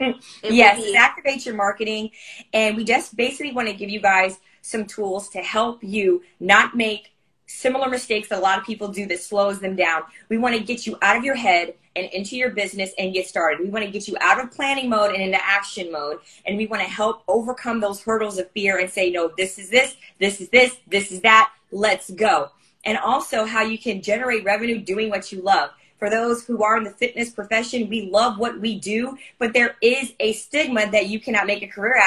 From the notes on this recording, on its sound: Today's episode includes the audio of an Instagram Live